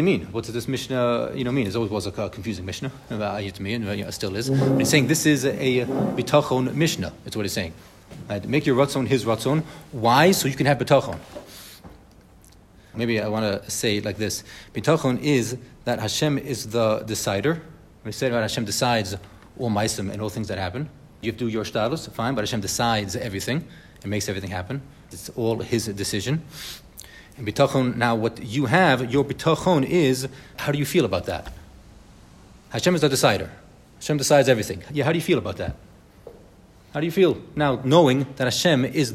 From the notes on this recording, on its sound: Bitachon Chabura in RBS for this live recording.